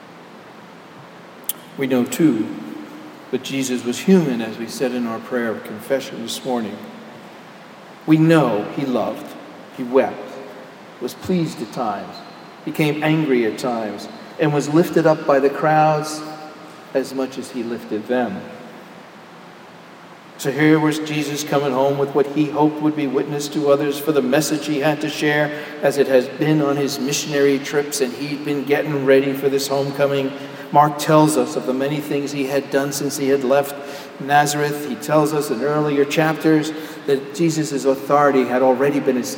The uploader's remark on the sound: Homily delivered at Jan Hus Presbyterian Church and Neighborhood House on July 8, 2012.